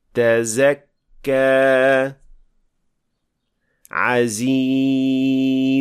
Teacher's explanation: Zay is a voiced sound, which means that in producing this sound, we vibrate the vocal cords. So Sin is a voiceless sound, so we don't vibrate the vocal cords when pronouncing it, but we do that with Zay.